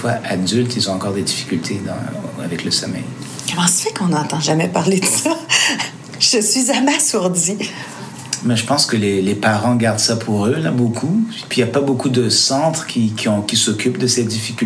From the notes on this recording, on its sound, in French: Animé l’émission du midi en direct du CHU Sainte-Justine pour le lancement de la 12e édition du Mois des Câlins.